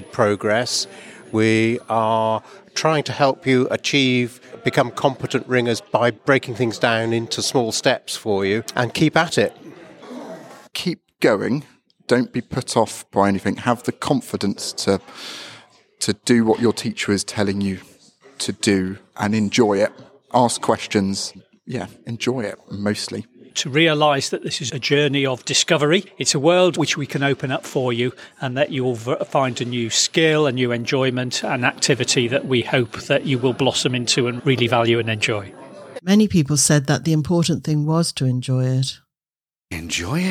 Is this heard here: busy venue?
yes